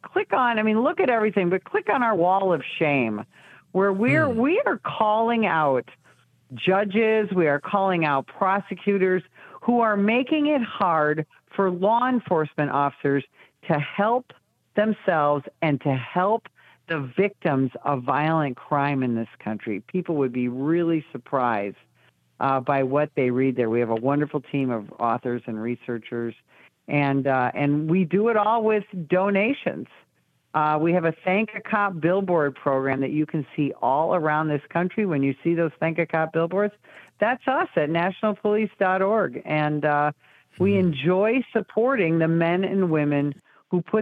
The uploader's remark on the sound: we take your calls in open phones across America